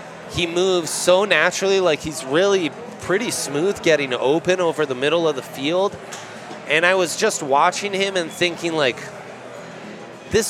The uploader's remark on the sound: Live from Breckenridge Brewery